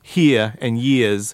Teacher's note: when he says here and years, he's dropping those R's